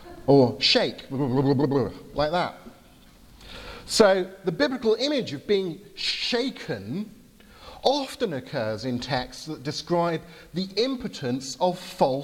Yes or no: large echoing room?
yes